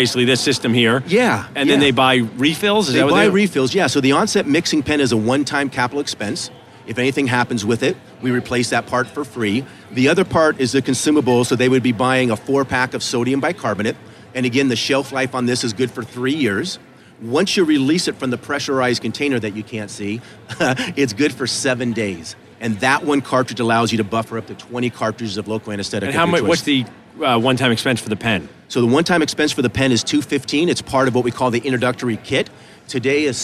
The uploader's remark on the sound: Live from the Benco booth at the GNYDM 2019